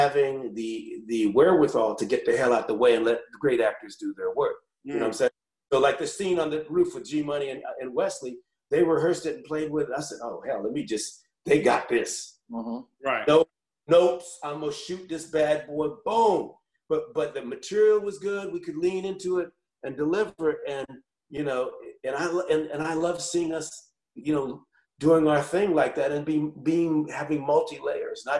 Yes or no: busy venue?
no